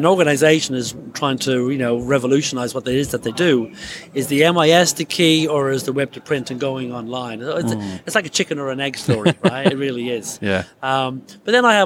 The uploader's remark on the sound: Incorporating extracts from some of the 34 interviews that Print21 livestreamed from the exhibition floor.